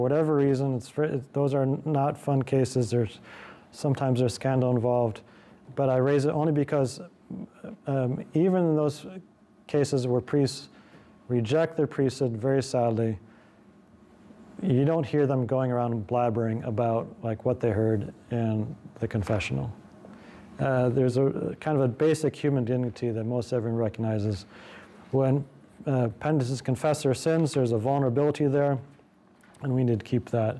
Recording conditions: large echoing room